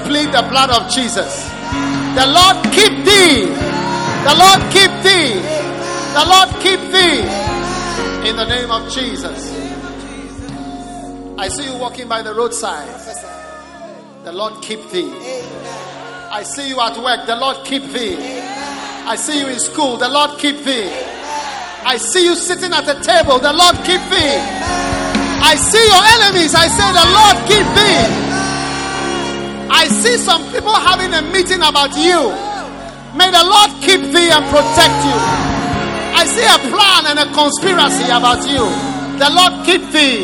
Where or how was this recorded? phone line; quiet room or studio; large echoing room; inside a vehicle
large echoing room